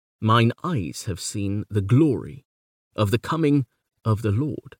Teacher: If this is how we hear the line, instead of the regular alternation of the first way that we scanned it, we could say we are giving greater stress to the beats in eyes, glor, com, and Lord than to the others. Alternatively, we might say that the line really only has those four beats, and that it bounds from one stress to the next across three unstressed syllables. · Term: stronger beat